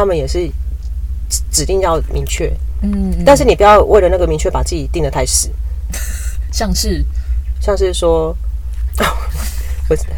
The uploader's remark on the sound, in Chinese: 是坐在車子裡錄音，因此除了蟲鳴鳥叫和經過的機車聲之外，也還有車子內皮革的聲音，錄音品質不佳，還請聽眾朋友多多見諒。